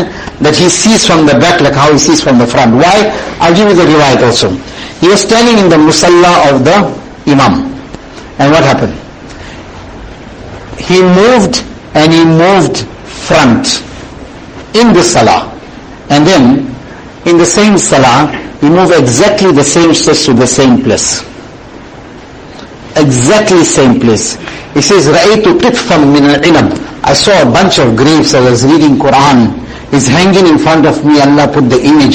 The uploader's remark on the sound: Jumuah lecture